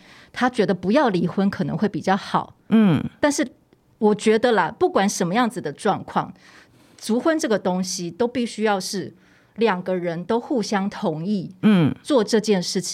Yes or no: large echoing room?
no